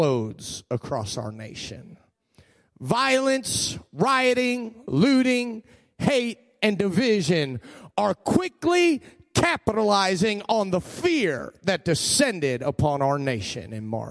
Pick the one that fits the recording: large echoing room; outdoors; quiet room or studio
large echoing room